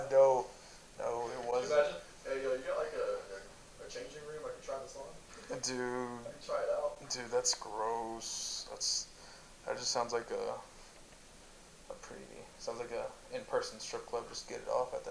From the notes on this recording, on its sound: We are still getting use to our equipment so some minor technical issues